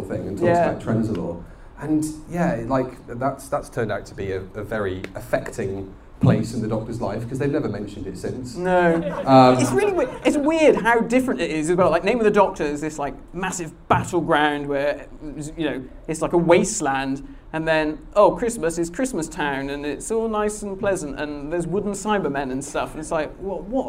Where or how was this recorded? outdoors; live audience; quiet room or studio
live audience